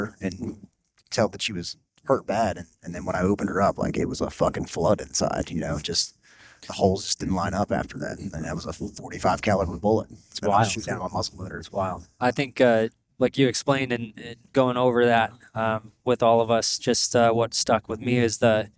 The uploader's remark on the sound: We're here live from the hills of Appalachia conducting the men's Hunt Lift Eat Rendezvous taking care of some doe management.